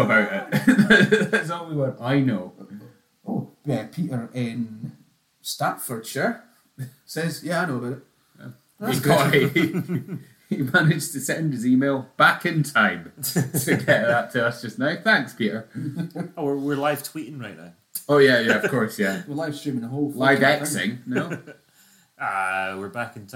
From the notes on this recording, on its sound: Featuring 0% of the sound production of last month